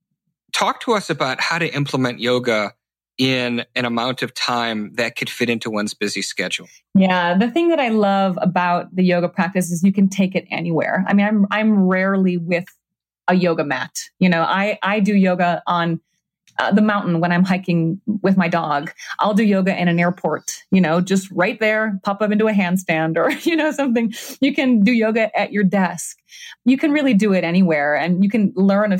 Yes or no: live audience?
no